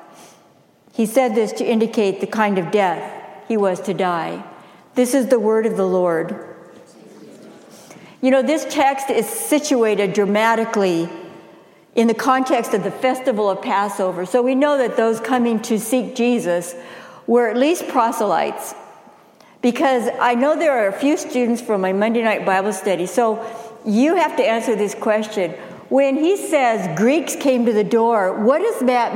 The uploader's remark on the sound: Message delivered during the Contemporary Worship service.